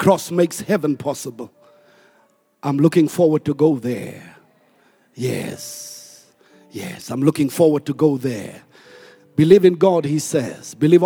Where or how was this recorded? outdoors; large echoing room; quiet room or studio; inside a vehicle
large echoing room